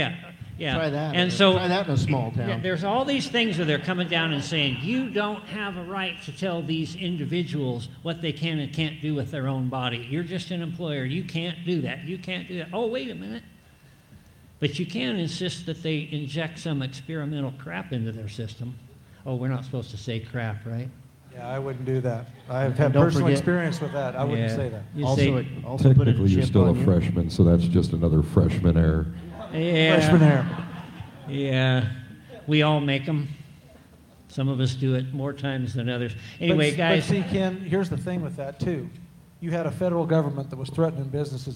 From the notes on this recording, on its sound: Audio from our live show broadcasted before a live audience. At the Independence Network's launch party in Sheridan, Wyoming.